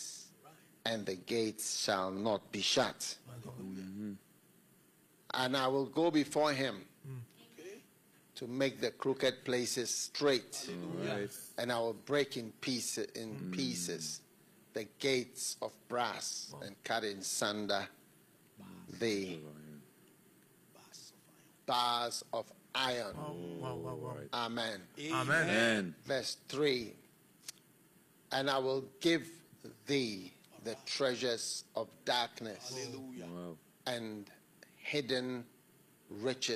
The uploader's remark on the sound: Preached at the FLOW Church Service.